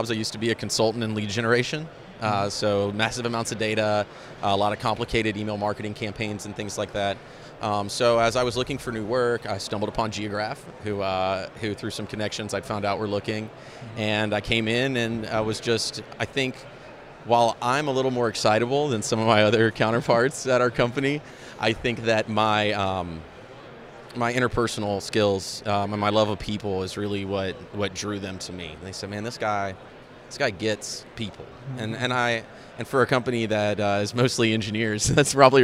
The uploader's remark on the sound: Interview from Esri GeoConX Conference 2019. We are live at the Esri GeoConX Conference 2019 which was an amazing event.